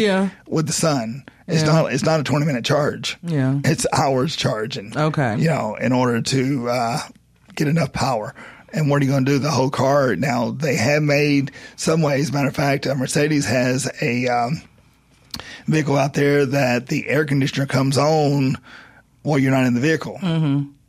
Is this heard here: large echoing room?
no